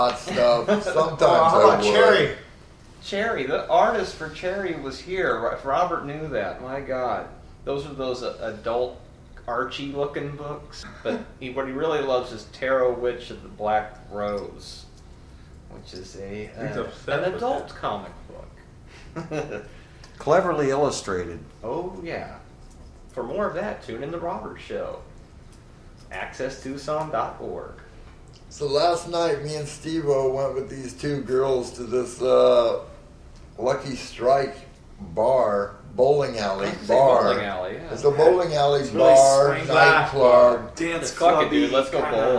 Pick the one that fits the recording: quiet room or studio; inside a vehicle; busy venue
busy venue